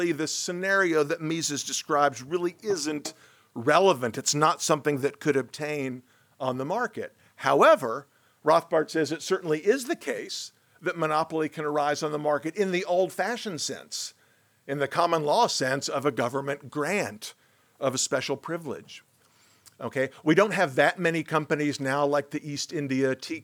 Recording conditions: large echoing room